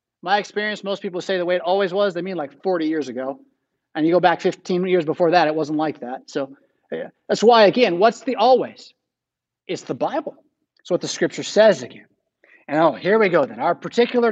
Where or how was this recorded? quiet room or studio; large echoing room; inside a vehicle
large echoing room